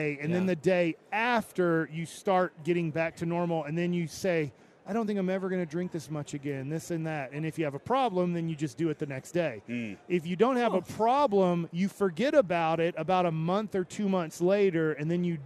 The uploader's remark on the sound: LIVE from Radio Row in Las Vegas!